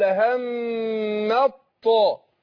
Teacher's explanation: اقول لهم الميم مشددة تاخد غنة حركتين واروح اضغم التاء في الطاء